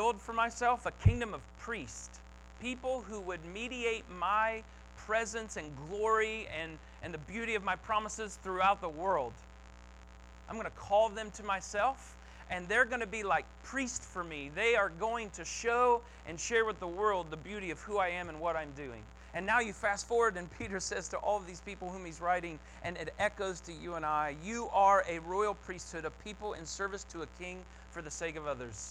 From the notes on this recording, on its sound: 8-28-22 Sunday Morning Sermon Audio